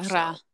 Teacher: You kind of touch on the tongue, but it's not a rolling R.